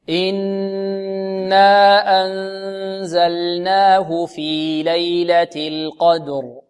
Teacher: كلمة جعلنا وأنزلنا وضللنا وقلنا، هذه كلها لابد من إيضاح اللام، اللام توسطة، ولابد من إظهارها، ولابد من المحافظة على سكون اللام والمحافظة على مخرجها، فهي ليست مدغمة